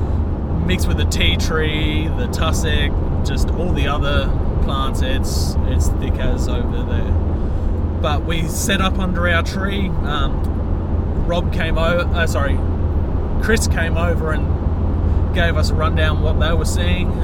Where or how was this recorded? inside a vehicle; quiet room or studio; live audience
inside a vehicle